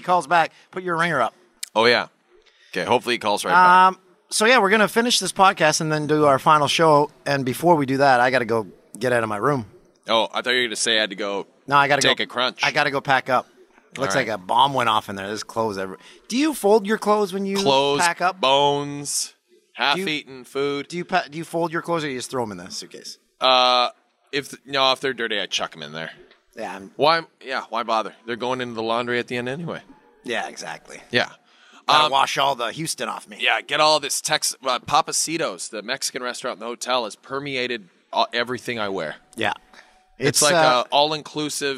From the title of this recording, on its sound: LIVE(ish) from Super Bowl LI